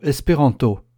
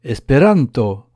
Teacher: La syllabe « ran » est accentuée par son intensité et même aussi par sa longueur · Shown in: second take · comme si l'on prononçait à regret la dernière syllabe. · Term: l'accent tonique